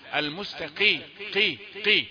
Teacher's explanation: المستقي قي قي، المهم لا تأتيها كافا، ما يجيش صوت صوت الكاف مستقيم، لا، المستقي قي قي، يعني من مخرج القاف وهو أعلى قليلا من مخرج الكاف